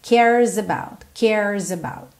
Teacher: E esse S acaba tendo um som de Z, porque ele tá juntando no about.